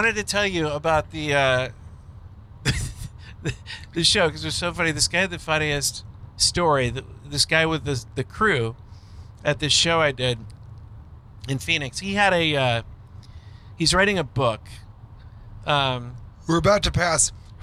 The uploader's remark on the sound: Flying Naked: A Montana Holiday Roadtrip Special. Recorded while driving through Montana.